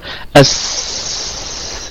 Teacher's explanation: هكذا حروف الحروف الرخوة دائما هكذا يستمر بها الصوت، فيها رخاوة